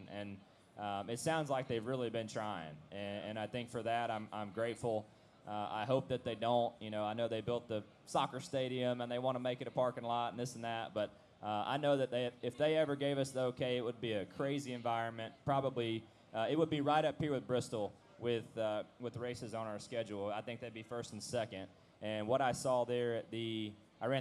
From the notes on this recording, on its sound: At Trackside Live at Bristol Motor Speedway